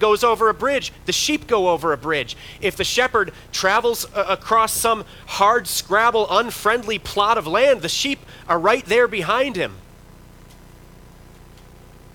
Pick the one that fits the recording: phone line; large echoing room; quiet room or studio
large echoing room